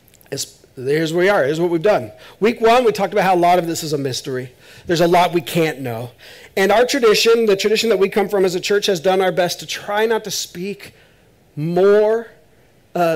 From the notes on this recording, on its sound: This is audio ripped from the Live Service video.